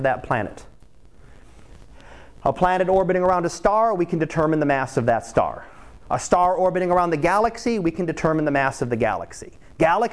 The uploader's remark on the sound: Live Class Lecture